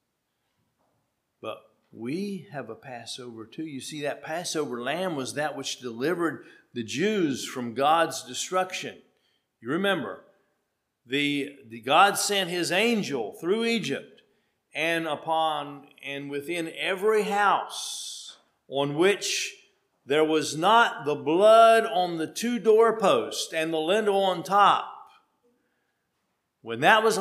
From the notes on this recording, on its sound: at Hephzibah Mennonite Church on February 26, 2023